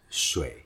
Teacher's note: So you think that there's no sliding, keep it short and low and around the throat. So this is the muscle that you should be remembering. · Term: half third tone